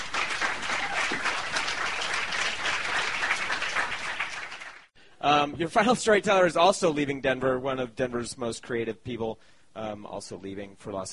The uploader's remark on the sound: The show was recorded on December 20, 2012 in the roiling and crowded belly of Denver, Colorado's beloved Deer Pile community space.